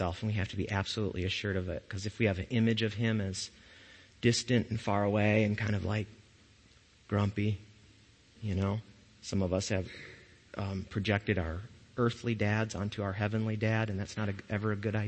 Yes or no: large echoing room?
yes